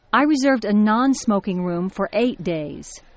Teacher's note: Notice how Ms. Thomas stresses the non in non-smoking and the number 8.